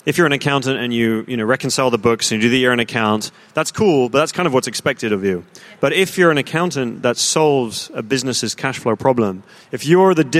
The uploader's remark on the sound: Live! From Xerocon 2018. As if that wasn't enough we also hosted an extra special edition of Fintech Insider: Live from the Xerocon exhibition hall.